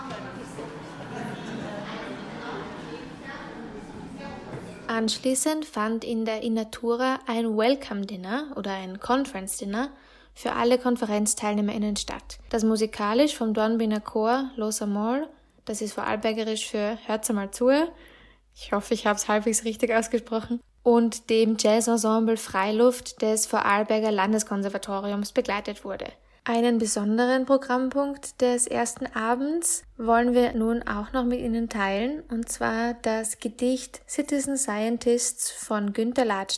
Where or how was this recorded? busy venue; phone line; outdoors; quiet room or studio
busy venue